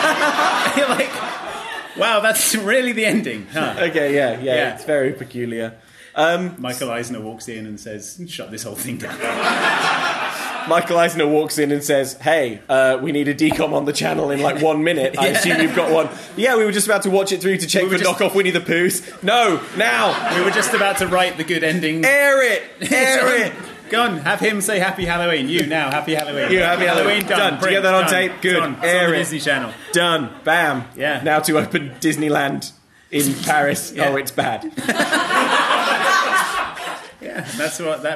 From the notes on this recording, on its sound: Thanks also to Loading Bar for hosting us for this live episode of Mom Can't Cook! We're back with a live episode. Thanks also to Loading Bar for hosting us for this live episode of Mom Can't Cook!